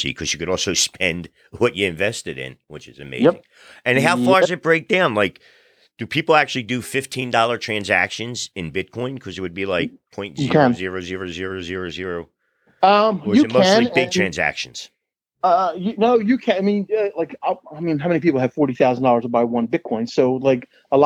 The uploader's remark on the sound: A phone interview